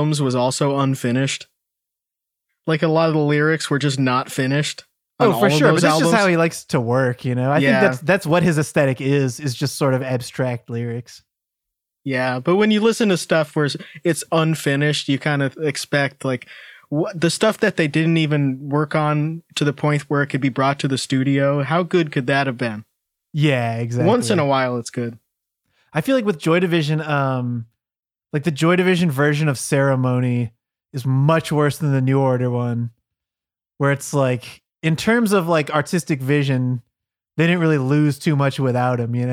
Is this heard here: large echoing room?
no